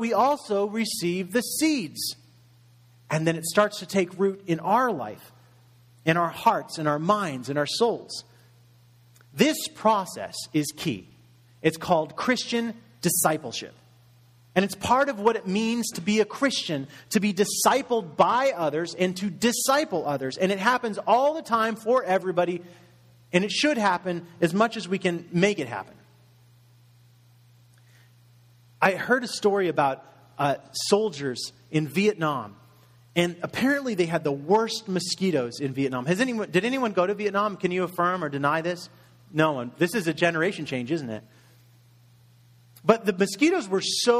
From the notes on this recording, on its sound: Message delivered in Contemporary Worship Service